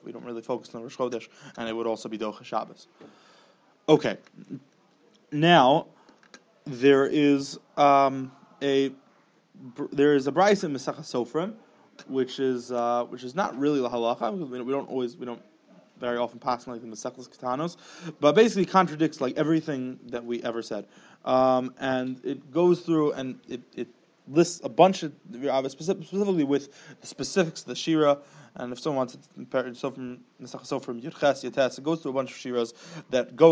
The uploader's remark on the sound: Special Sunday Morning Alumni Shiur. Shiur recorded in Yeshivas Ohr Reuven, Monsey, NY.